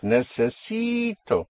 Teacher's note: You have a vowel at the end, so you push down on the syllable before last, on the penultimate syllable, which makes it necessi. And then you come up on O